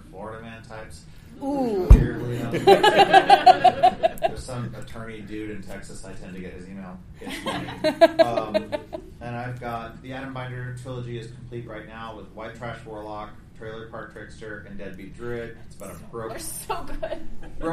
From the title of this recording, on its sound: Flame Con 2023 Panel